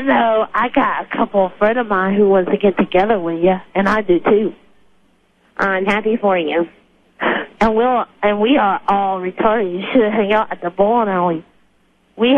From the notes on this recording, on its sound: Prank Phone Calls Collection: 63 Crank Calls.